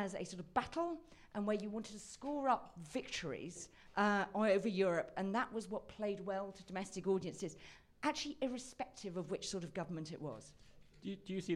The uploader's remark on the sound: In a special live episode